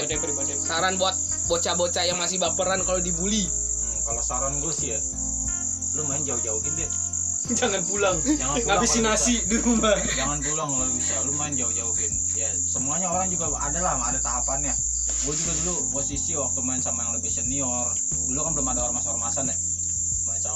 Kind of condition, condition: fault, background noise